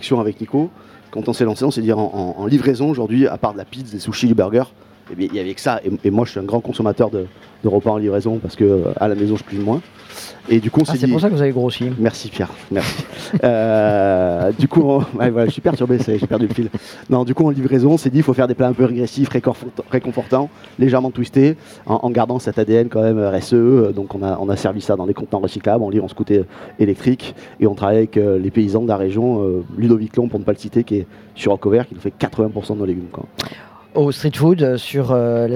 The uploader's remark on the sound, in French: Radio Grenouille au Street Food Festival 2022 - Dimanche